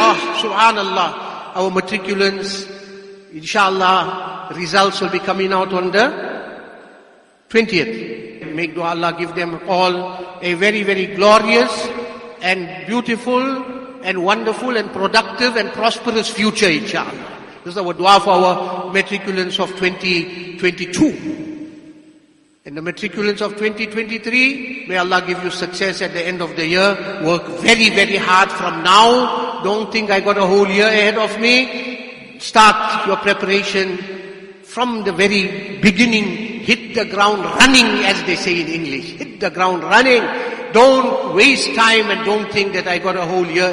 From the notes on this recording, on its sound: Jumuah Lecture at Masjidus Salaam, Musgrave